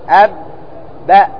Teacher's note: إذن انتهى فين الصوت؟ انتهى في الشفتين. أب لما أطبقت، أب باء لما فتحت، لأنه مشدد.